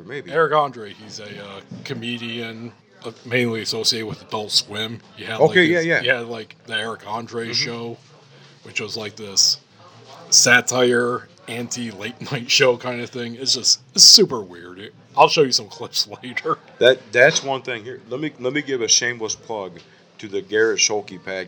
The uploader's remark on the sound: Recorded at the Bourgeois Pig Cafe in Chicago.